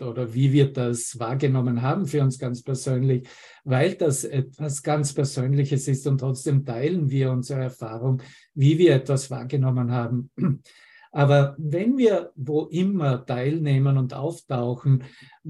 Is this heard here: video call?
yes